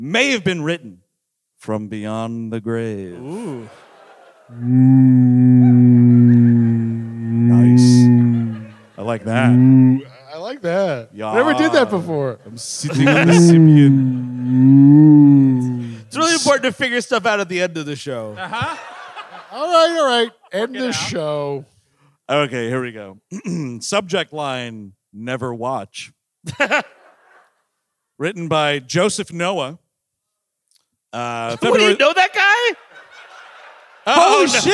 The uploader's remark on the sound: At the historic Orange Peel in Asheville, North Carolina. The guys are live in Asheville, NC.